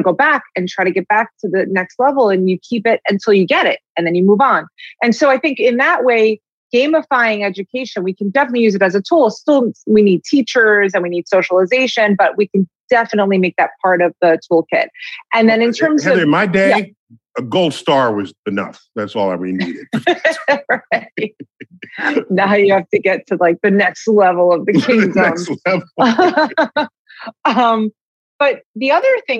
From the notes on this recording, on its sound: at PocketLab’s Science Is Cool Virtual Unconference